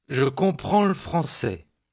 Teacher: заметьте, как звук L сливается с предыдущим словом, образуя с ним единый такт